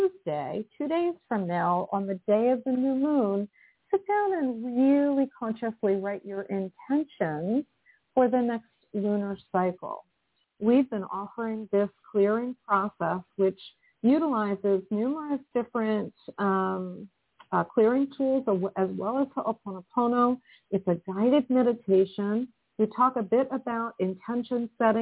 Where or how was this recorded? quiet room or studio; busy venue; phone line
phone line